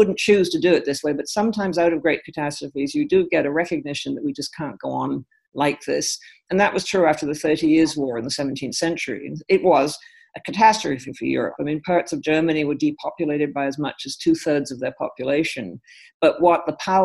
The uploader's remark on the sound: we share exclusive audio from our first ever webinar for subscribers, held last Friday